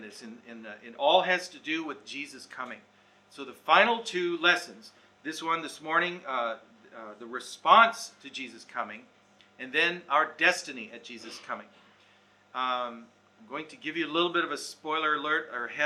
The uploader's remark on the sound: Recorded Live/Seminar